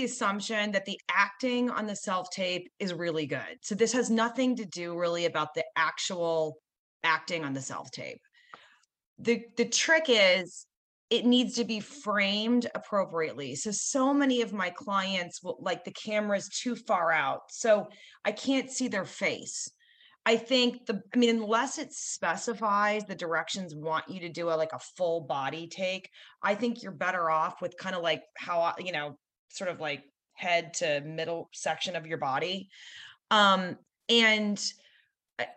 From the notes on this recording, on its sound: In this excerpt, from one of our weekly Live Zoom calls with the 10,000 NOs Insiders Community.